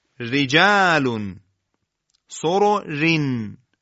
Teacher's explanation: کسره باعث ترقیق حرف را میشه، یعنی را حالت سایشی پیدا میکنه و به صورت ترقیق و نازک ادا میشه. را مکسور مانند رجالون، سورو رین، را اولی مضموم تفخیم ولی رایی که علامت جر داره سورو رین، رین ترقیق.